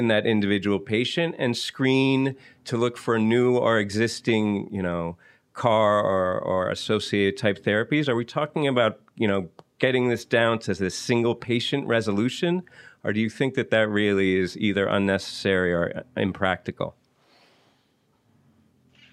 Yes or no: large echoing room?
no